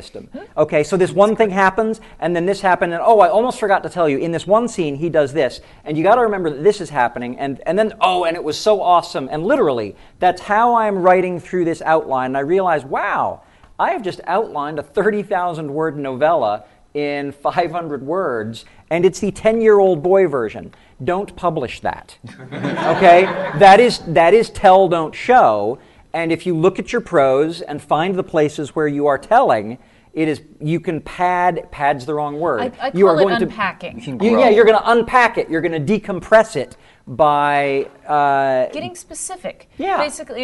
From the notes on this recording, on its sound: For a live audience Q&A at GenCon.